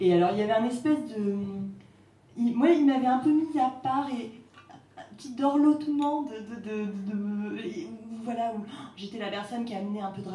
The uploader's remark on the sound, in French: DTO a emmené son micro en terres rennaises à l'occasion de la 2ème édition du festival de littérature féministe Dangereuses Lectrices